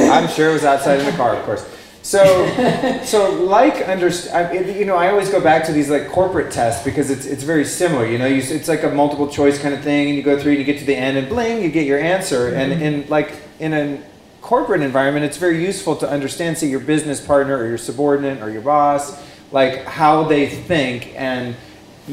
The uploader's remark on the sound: Recorded in front of a live studio audience. At the Bulletproof Coffee Shop in Downtown LA at the 5th Annual Bulletproof Biohackers Conference Kickoff party.